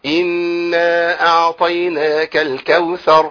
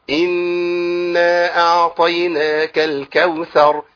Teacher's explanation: إنا دي تزيد عن الحركتين شوية · Shown in: second take · Term: الغنة